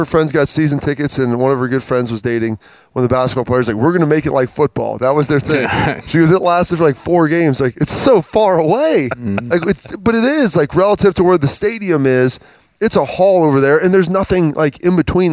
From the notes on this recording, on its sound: Another edition of Lettermen Live at Roosters. As always, Lettermen Live is hosted by Roosters on Olentangy River Road in Columbus.